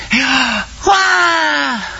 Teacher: Oftentimes, when the baby comes out and gets a little slap on the bohinkus, the very first thing that you hear is, "Yeah, wah!" Okay, and if you slow it down and listen to it, it's an intake of breath.